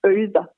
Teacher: den her diftong eller tvillyd, e-y, den bliver udtalt øje, så man siger øder i det gamle sprog